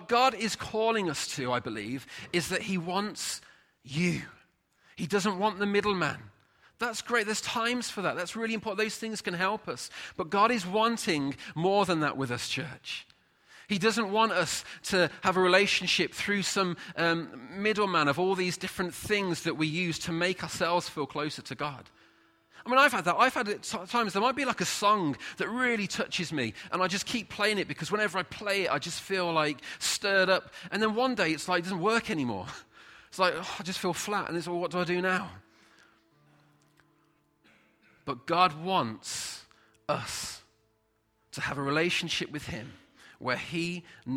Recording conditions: large echoing room